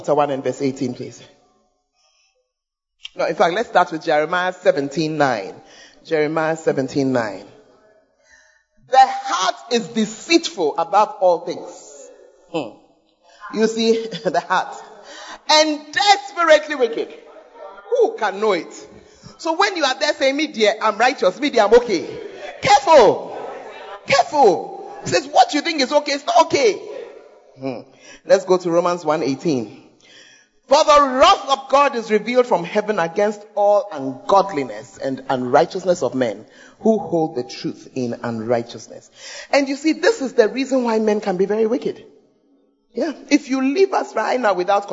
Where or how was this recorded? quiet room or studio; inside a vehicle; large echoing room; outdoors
large echoing room